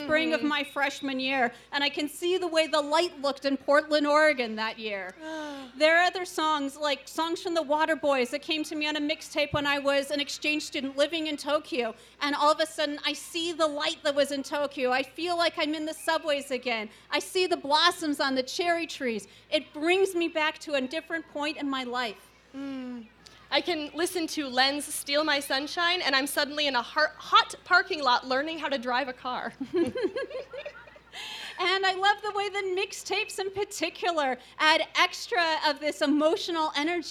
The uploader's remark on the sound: Live from the Yakima Folklife Festival